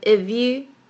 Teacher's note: 在 if you 这边呢，可以把 f 的音呢直接变成 v 的音